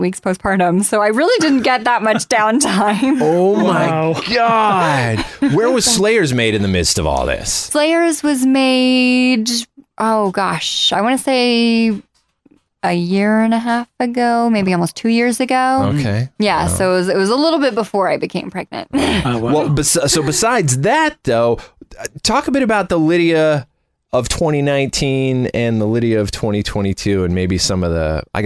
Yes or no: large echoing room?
no